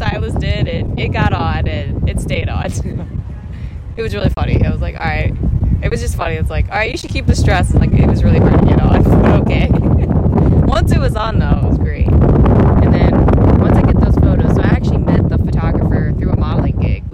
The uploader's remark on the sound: A recording on a windy rooftop in the city.